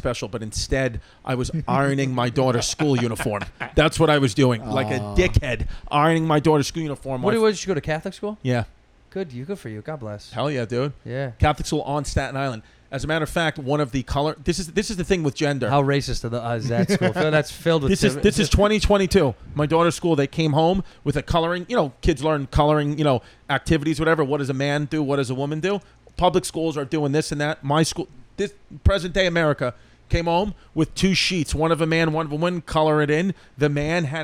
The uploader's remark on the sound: LIVE FROM JOEY ROSES!